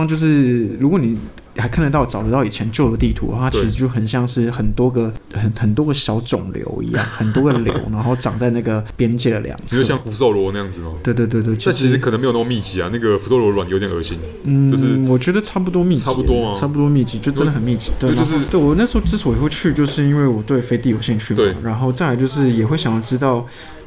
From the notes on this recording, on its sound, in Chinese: 本集白噪音指數：蚊風級 1/5。錄音地點：515 Cafe & Books。